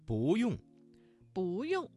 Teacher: 这个词当中的不字在4声之前变成了2声